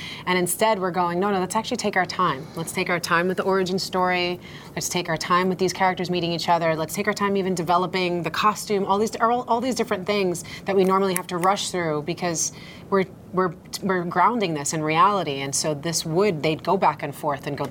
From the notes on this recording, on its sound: From the Tribeca Film Festival Red Carpet